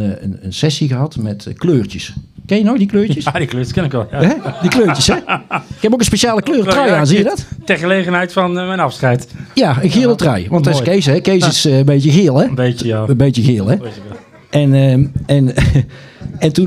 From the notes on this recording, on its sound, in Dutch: Deze 75e aflevering staat in het teken van de afscheidsborrel. Tijdens de afscheidsborrel wordt de Zoemer Live opgenomen met in het punliek alle collega's, oud-collega's en oud studenten.